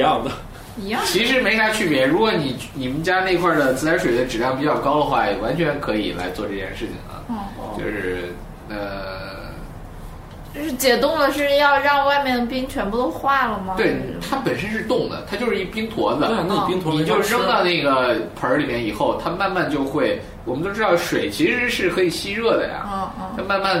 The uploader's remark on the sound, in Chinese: 本期节目为在张大妈办公区用录音笔录制，可能有街道上的杂音，请见谅。